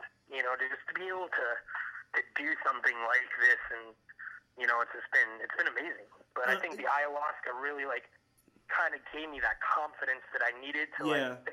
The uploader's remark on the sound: A Little phone call